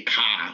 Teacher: in Boston, like, they don't believe in their R's. They say ka, like, I'm going to park my car, as opposed to say parking the car, you know.